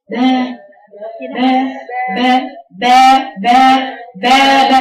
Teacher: مخرج الباء ما بين الشفتين بانطلاقهما وإطلاق الباء أقوى من إطلاق الميم